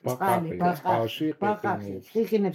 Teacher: Это согласные, которые произносятся при сомкнутых голосовых связках. · Term: Абруптивные